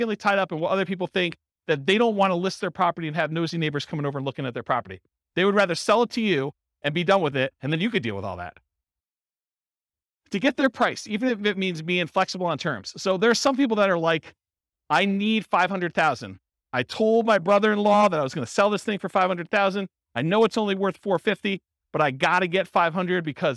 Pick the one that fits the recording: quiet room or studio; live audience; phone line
live audience